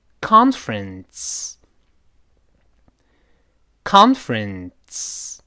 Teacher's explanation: 嗯，把舌头贴上去发康，康，再次提醒，不要把它读成健康的康，不是 conference，是康，康，哎，这种前鼻音结束的音节，咱们老中啊，中国人呢，得特别注意，那康，conference，后面不要读成 conference， f 后面的字母 e 是不发音的，所以直接是 conference，不是 conference。是 conference，conference。里面这个 run 是个前鼻音结束，受到前鼻音的影响，后面的 s 就会音变成类似于 ts